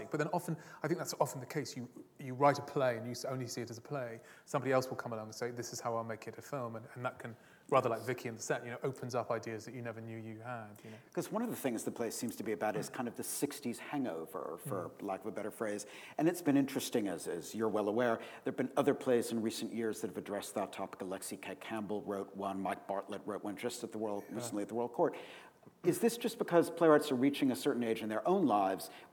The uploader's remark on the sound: This is a recording of a Platform event from August 2012.